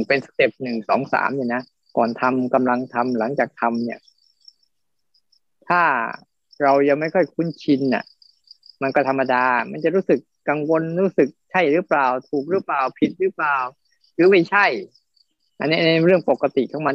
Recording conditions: video call